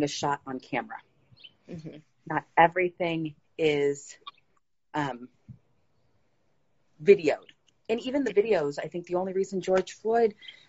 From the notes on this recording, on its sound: The audio from my Instagram live series Jacques Talk.